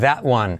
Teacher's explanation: La T de that casi no se dice